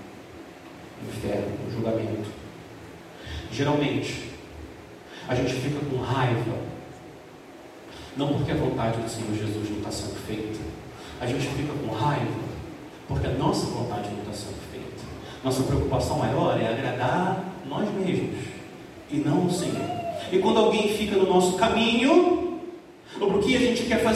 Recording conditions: large echoing room